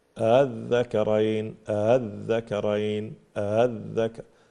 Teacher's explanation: الهمزة الثانية تكون مسهلة